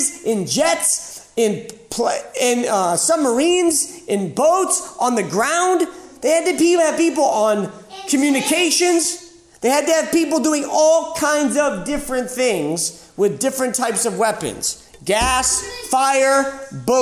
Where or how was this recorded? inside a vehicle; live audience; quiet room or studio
live audience